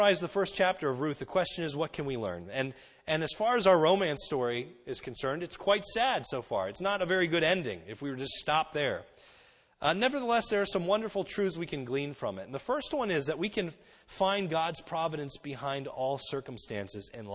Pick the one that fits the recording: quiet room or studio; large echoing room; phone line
large echoing room